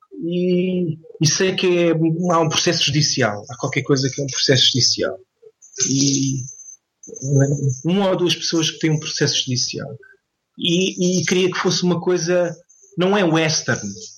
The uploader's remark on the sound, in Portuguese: Vivia em Portimão, e aí volta o Skype a entrar em acção. Emprestou o computador ao pai, conseguimos estabelecer contacto. Normalmente este tatear dos convidados é feito pessoalmente, antes do gravador estar ligado, mas no Skype perde-se essa ambientação.